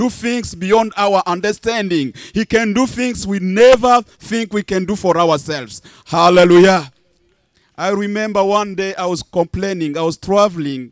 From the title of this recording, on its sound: Church Outside